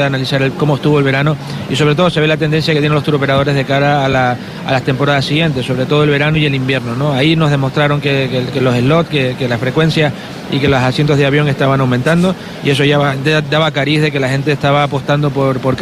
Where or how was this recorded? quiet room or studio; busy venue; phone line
busy venue